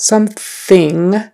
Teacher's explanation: There's that TH in the middle where your tongue comes out